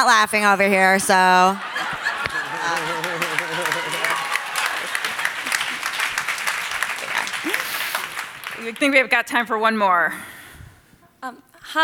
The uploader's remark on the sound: At the 2019 The Future of Everything Festival. To discuss the inner workings of The Daily Show at The Future of Everything Festival.